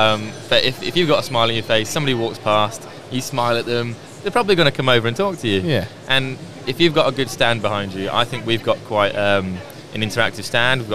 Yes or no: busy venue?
yes